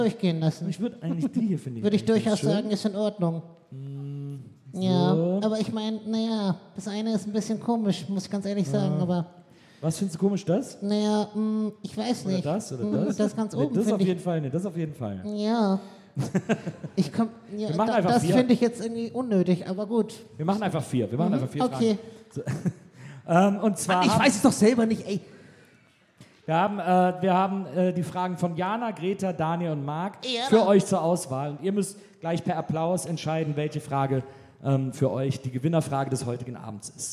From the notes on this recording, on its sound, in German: Gästeliste Geisterbahn war live in Bremen.